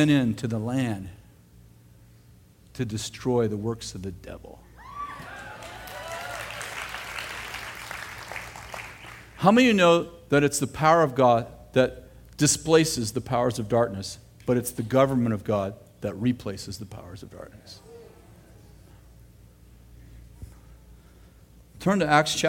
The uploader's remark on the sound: throwback message from September 24th, 2008 at Bethel Church in Redding CA